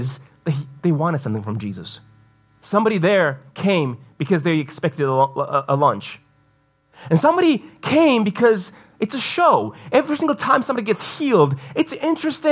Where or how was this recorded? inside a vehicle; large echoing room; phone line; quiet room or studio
large echoing room